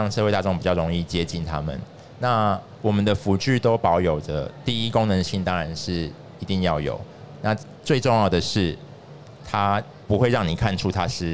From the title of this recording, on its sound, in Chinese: 2022 Medical Taiwan台灣國際醫療暨健康照護展 -Live Podcast